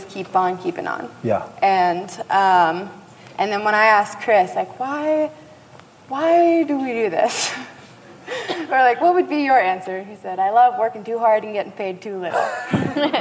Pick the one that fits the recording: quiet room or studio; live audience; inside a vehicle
live audience